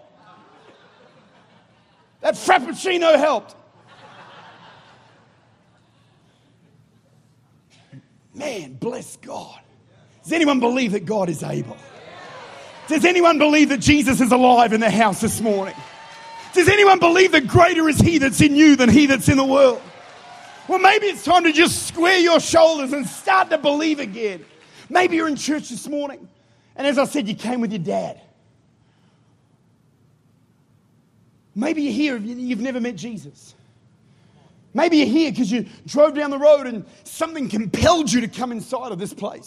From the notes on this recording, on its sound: Recorded at Life Church, St. Louis, Missouri.